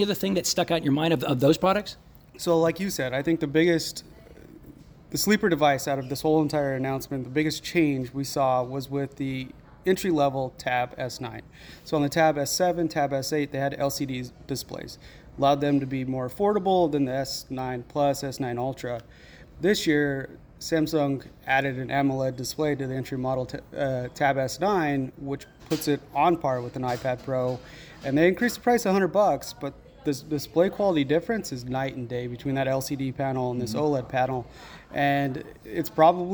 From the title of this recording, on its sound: Live From Seoul Korea At Samsung Unpacked 2023